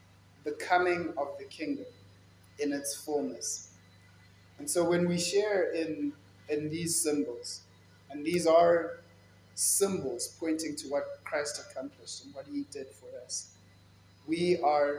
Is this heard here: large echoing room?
yes